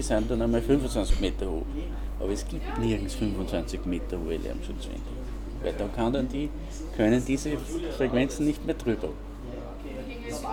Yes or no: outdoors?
yes